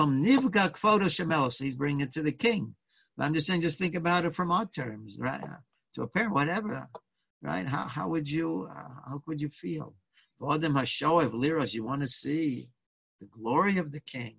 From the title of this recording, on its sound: Live On Zoom: 7-20-2020